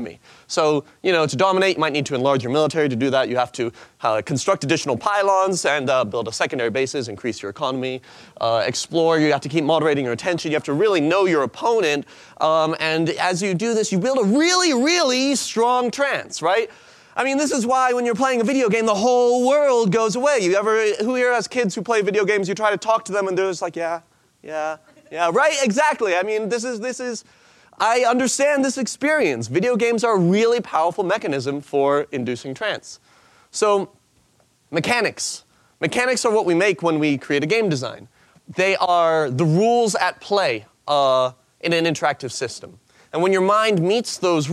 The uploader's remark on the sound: In this presentation from the 2014 Buddhist Geeks Conference, he speaks about applying game design to meditation.